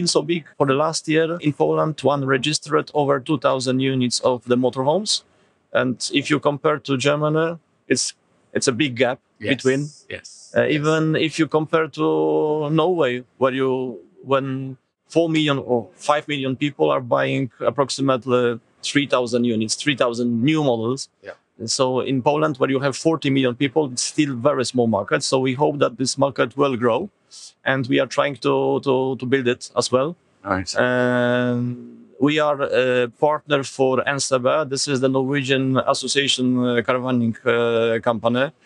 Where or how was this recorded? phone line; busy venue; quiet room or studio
busy venue